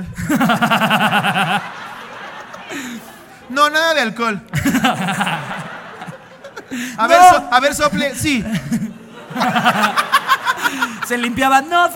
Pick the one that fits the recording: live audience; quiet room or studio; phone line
live audience